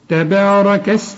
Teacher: التاء والبه بالمد بتاعها مرققين، الراء مفخمة، الكاف مرققة